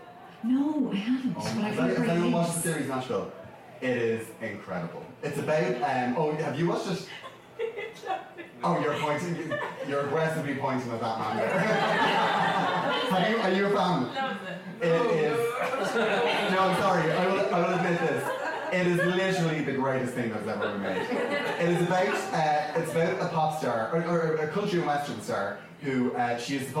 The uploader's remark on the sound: This is the first half of a show recorded live at the Dublin Podcast Festival 2017.